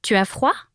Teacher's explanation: I can ask you some questions with a rising intonation